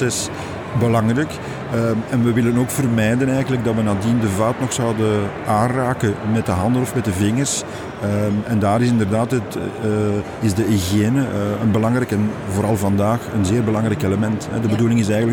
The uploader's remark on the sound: Horeca Expo Live